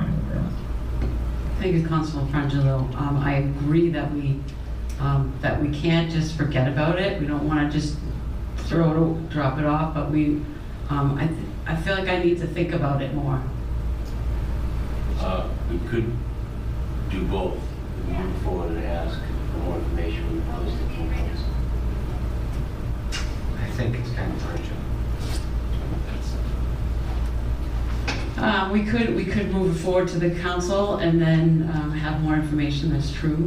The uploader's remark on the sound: Audio recording of the Economic Development Subcommittee (EDC) held on Wednesday, September 6 , 2023 in the Council Chambers. This session of the radio show shares the audio recording of the Economic Development Subcommittee (EDC) held on Wednesday, September 6 , 2023 in the Council Chambers.